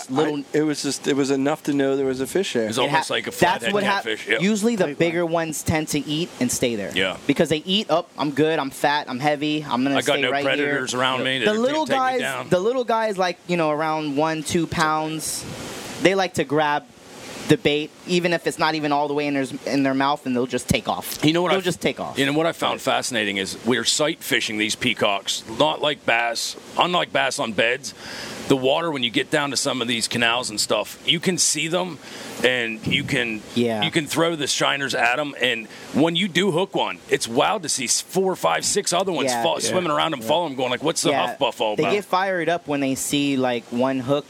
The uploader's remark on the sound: We are live at the F and F Bait and Tackle.